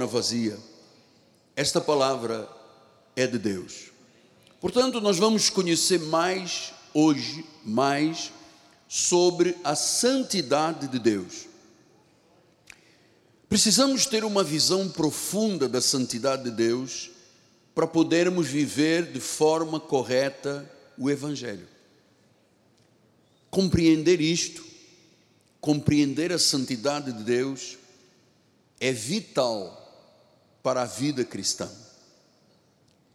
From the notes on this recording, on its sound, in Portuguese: Culto gravado na Igreja Evangélica Cristo Vive - Rio de Janeiro RJ.